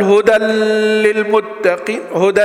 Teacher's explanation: أدغمت وطولت لكن ما طلع صوت الغنة